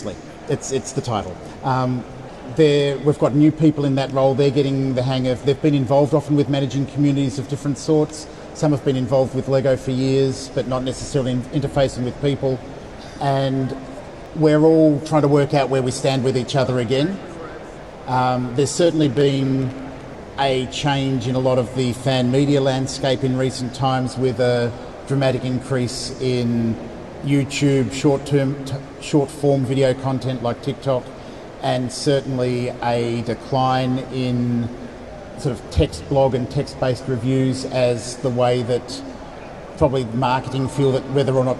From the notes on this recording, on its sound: Expect audio anomalies galore. Record an episode in front of a live audience on Convention Day. At Brickvention 2024, in Melbourne Australia. It's also the first time we have recorded an episode while being in the same room, during daylight hours! There's a live convention with around 600 attendees happening in the background, so the audio quality is a little different to our regular episodes.